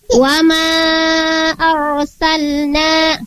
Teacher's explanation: Nah, setelah fathah nun berharokat fathah bertemu dengan huruf alif, maka dia panjang dua harokat